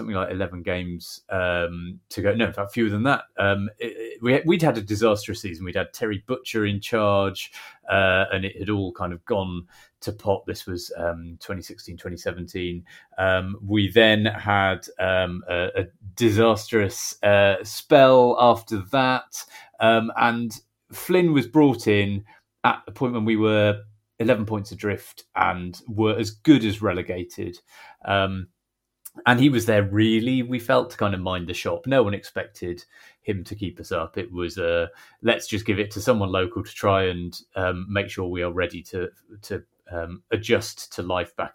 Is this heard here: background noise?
no